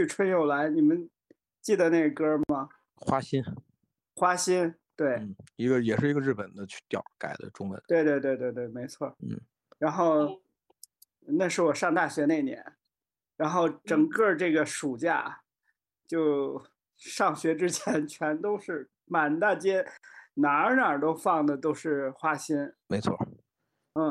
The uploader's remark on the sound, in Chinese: 本期节目为腾讯会议线上录制，音频质量可能会带来的听感欠佳